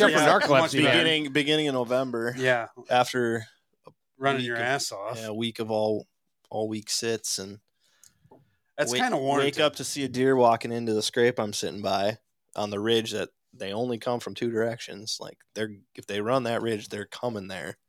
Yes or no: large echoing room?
no